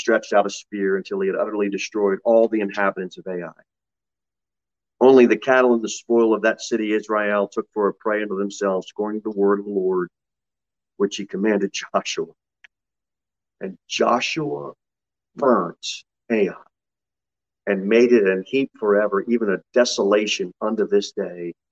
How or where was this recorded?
large echoing room